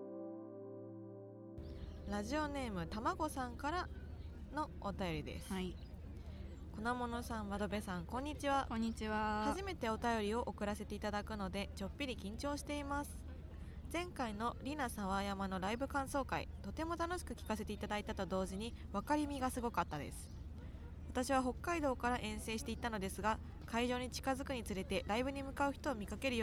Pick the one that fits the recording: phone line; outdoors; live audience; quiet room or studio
outdoors